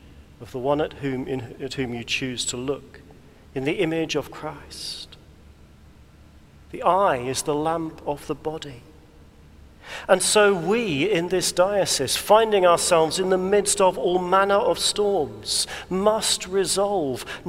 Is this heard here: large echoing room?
yes